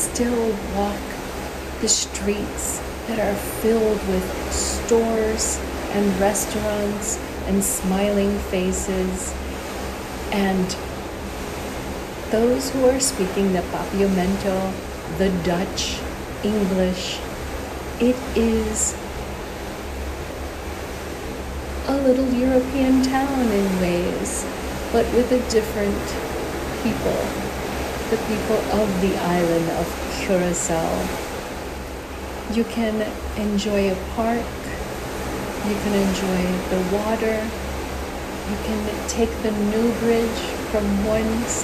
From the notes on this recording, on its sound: On Location Walk and Talk. Willemstad, Curaçao.